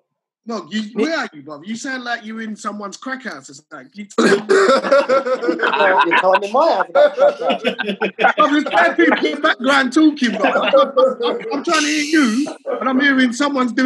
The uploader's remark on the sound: recorded this weeks podcast via a zoom call